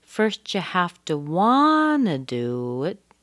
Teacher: Okay, want is very strong.